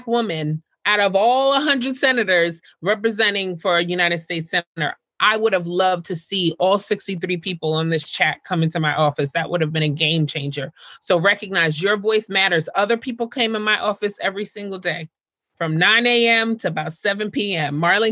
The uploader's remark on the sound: This episode is a recording of the Virtual Town Hall - Caribbean Americans Vote: The Power of Our Vote and Voices in 2020.